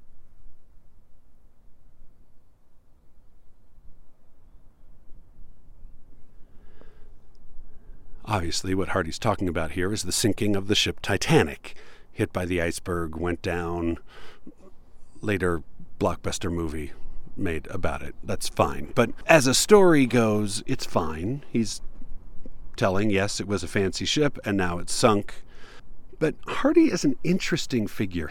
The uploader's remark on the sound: Recorded in a tiny little canyon that I never learned the name for, but it was peaceful and quiet.